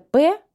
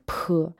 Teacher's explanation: Вот есть такие инициали, которые э, говорятся с придыханием. У нас такого нет. · Shown in: second take · Ну, например, «п» у нас обычный, да, у них пх.